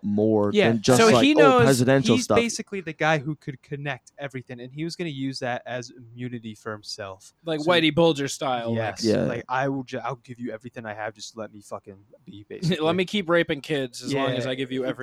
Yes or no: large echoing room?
no